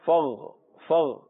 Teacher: دیکھیں آواز موٹی ہو رہی ہے کیونکہ غین حروف مستعلیہ میں سے ہے